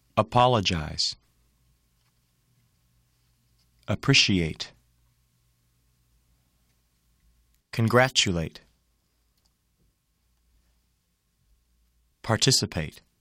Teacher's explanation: In the next group of words, primary stress is on the second syllable and secondary stress is on the fourth. All other syllables are unstressed.